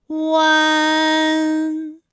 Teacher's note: 舌位向前迅速滑降到不圆唇的前低元音啊的位置呢，就开始升高，发啊后软腭下降，逐渐将鼻音色彩增强，舌尖迅速移到上齿龈部，最后抵住上齿龈，发出鼻音呢的状态。看啊，大家感受一下从合口改为开口状的状态，弯，是不是先从合口，然后最后变成了一个开口的状，然后最后尾音的时候呢，是要到达一个鼻腔，发出一个鼻音呢的